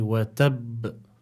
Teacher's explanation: So we must apply the qalqala, because we know the ba is from حروف قطب جد، حروف القلقلة، and we must apply additional emphasis, because as the Sheikh mentioned, the ba here is like a double ba.